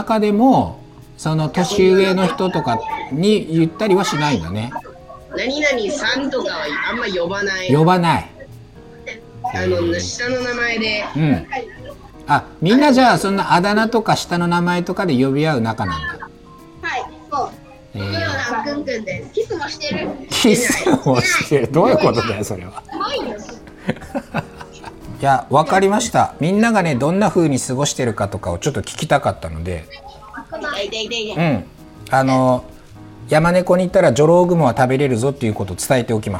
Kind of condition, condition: fault, sounds in the background